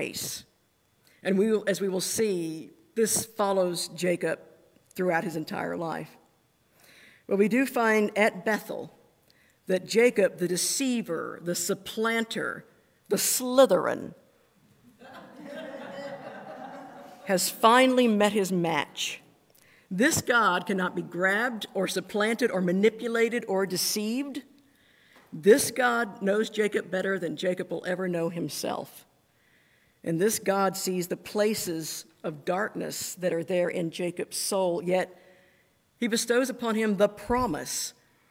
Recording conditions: large echoing room